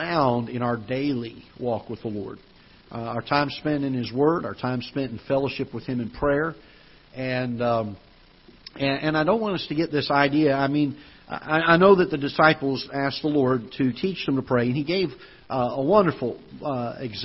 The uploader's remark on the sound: Ketha Heights Baptist Church ~ Live Broadcast